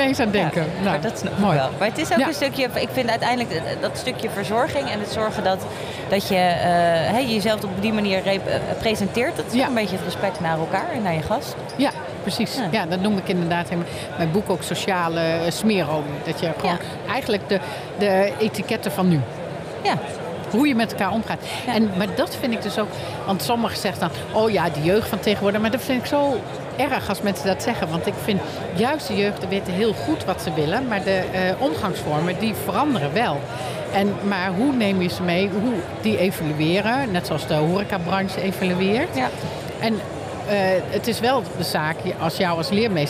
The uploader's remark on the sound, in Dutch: Seizoen 6 van De Stamtafel - Dé podcast over gastvrijheid, is opgenomen te midden van de Horecava. Met dank aan SVH voor een plekje op hun Horecava stand.